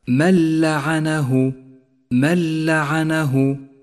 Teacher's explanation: وجاء بعدها حرف اللام وهو حرف إدغام بلا غنة، والواجب هنا أن نسقط النون من اللفظ بشكل كامل وأن نشدد حرف اللام الذي بعدها · Term: الإدغام بلا غنة